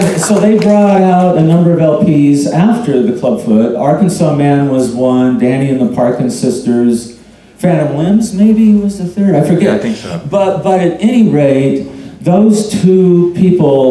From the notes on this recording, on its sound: Recorded March 25 at Artists' Television Access in San Francisco.